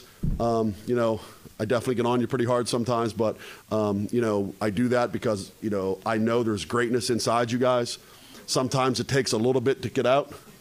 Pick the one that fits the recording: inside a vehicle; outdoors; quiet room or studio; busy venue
busy venue